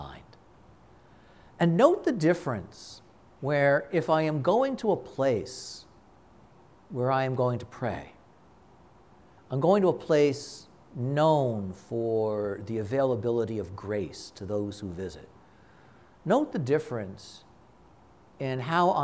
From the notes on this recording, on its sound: This conference was given at a Shrine.